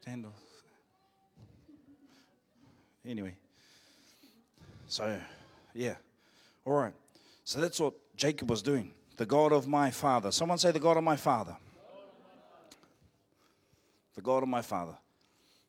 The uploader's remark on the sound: Live From IwiTapu Destiny Church Hawkes Bay